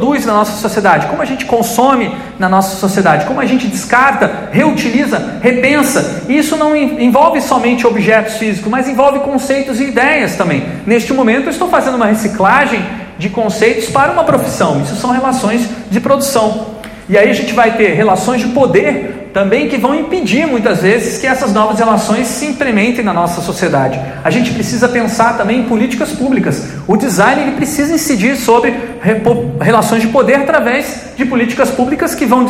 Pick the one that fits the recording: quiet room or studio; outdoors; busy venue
busy venue